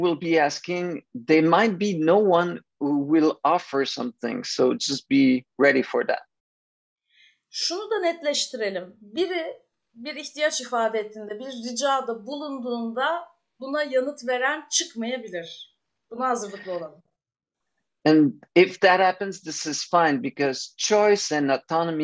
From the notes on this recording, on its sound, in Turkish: Zoom üzerinde